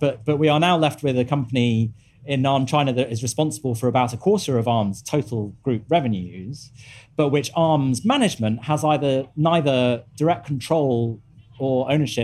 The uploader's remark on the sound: live from the FT Weekend Festival in London